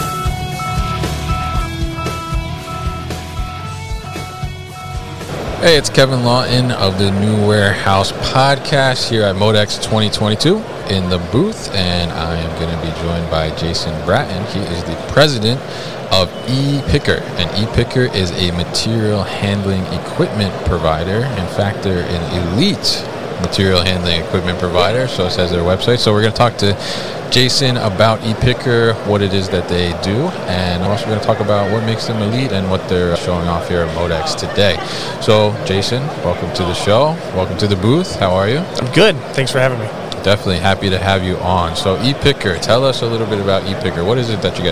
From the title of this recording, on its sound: ePicker at MODEX 2022